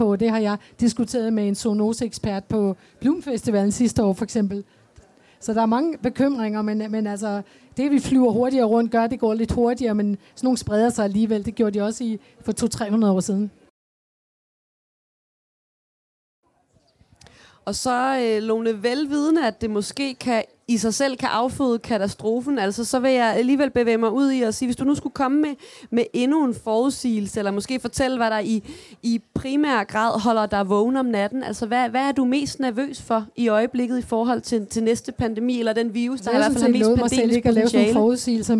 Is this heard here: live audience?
yes